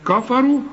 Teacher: الراء هي المفخمه لان كل راء ما دام عليها ضمه تفخم